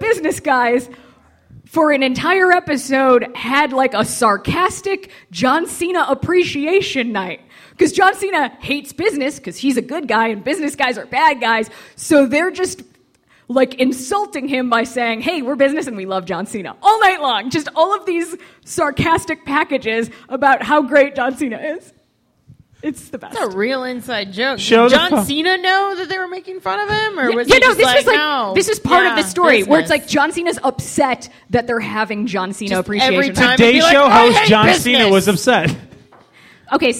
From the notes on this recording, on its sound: Live at The Hungry Brain. The Hungry Brain for venue. Chicago for city.